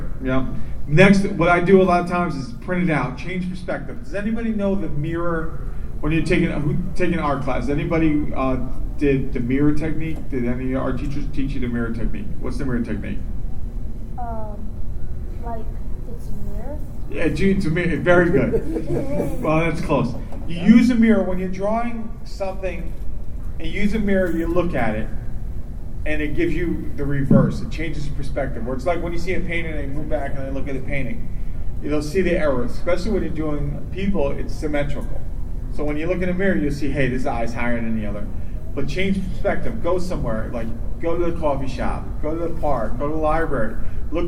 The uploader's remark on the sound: Playing the audio of the panel. Wizard World Fort Lauderdale, Florida.